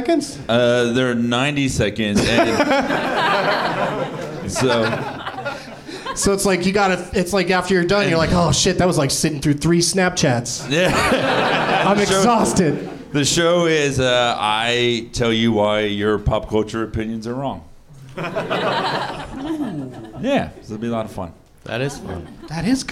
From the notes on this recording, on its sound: Live from the NerdMelt Showroom in LA